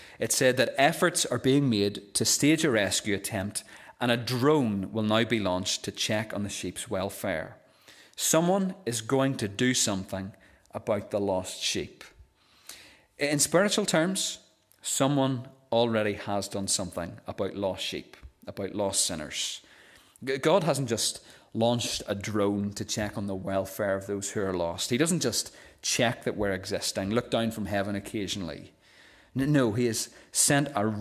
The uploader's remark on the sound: This is the recording of the Bible reading and sermon from our evening service on Sunday 29th October 2023. This service marked the close of our Missionary Weekend.